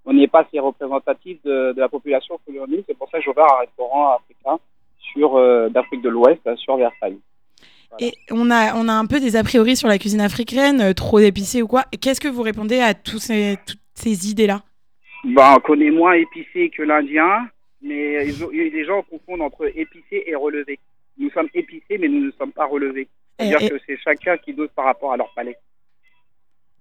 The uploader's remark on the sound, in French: Fondateur du restaurant O'Maquis à Versailles est avec nous au téléphone.